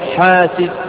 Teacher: والألف التي بعدها تكون مرققة